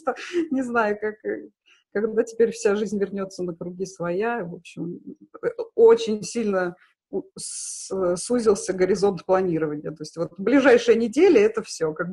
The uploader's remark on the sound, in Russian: Записан в Zoom. Мы сидим в режиме самоизоляции.